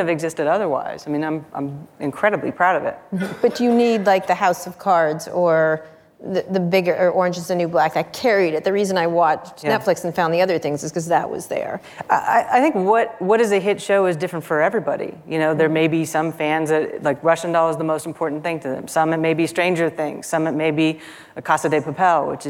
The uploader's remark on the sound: Live at Code 2019